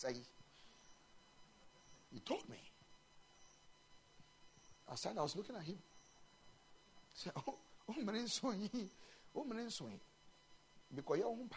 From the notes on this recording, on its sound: Preached at the Ekklesia Chapel